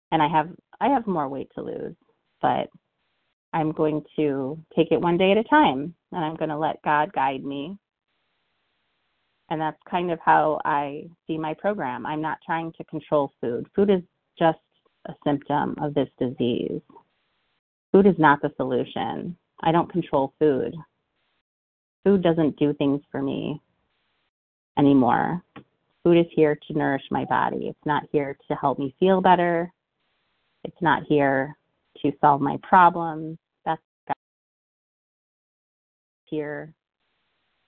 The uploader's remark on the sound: from the 100 Pounders Phone Meeting